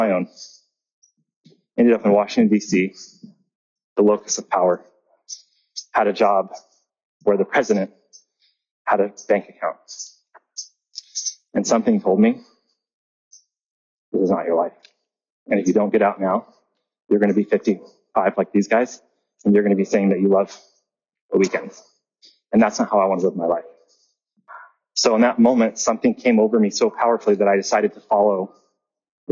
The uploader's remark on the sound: Please forgive the audio quality.